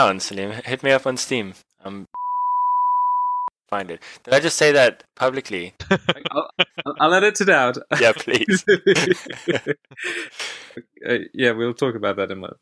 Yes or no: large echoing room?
no